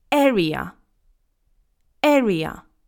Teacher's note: It's not area, okay? You need to remember that the stress is on the first syllable